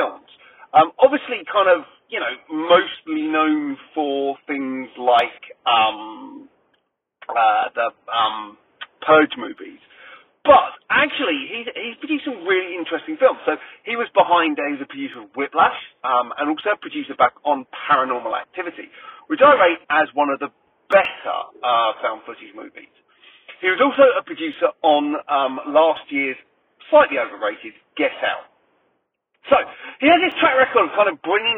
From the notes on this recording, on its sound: Excuse the sound - it's done in the car!